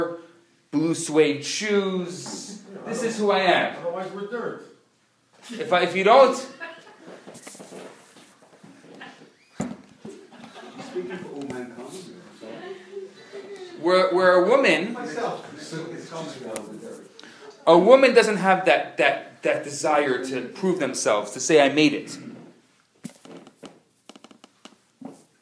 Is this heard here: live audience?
yes